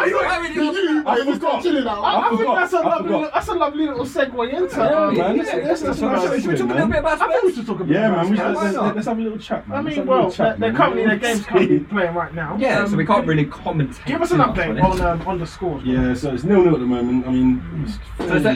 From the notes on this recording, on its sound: Once again sincerest apologies for the poor quality audio this week.